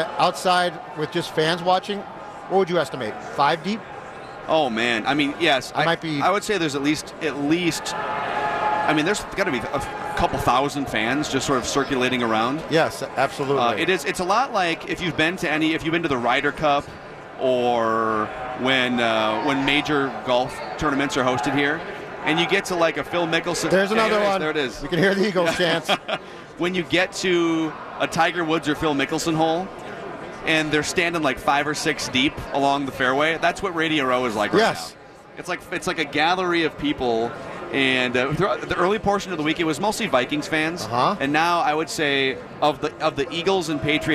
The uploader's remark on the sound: live from Radio Row all week